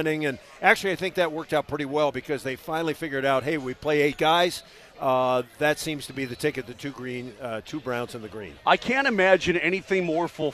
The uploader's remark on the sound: Live from the Nuggets Parade!